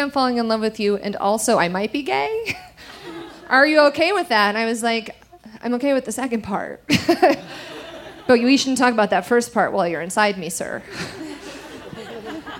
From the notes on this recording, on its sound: recorded live on 21 June 2017 at the Buntport Theater in Denver, Colorado.